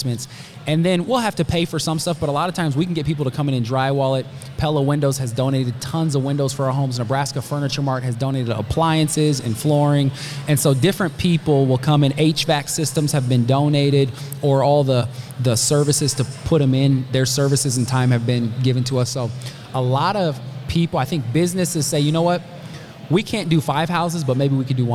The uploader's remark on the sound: Live from Maha Discovery Podcast. This episode was recorded live at Maha Discovery Conference, a one-day conference.